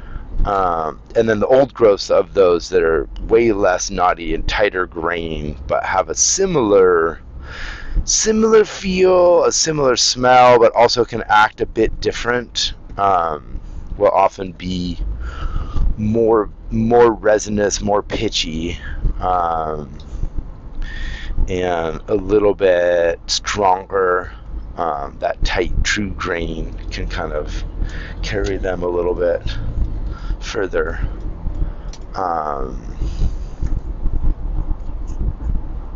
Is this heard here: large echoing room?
no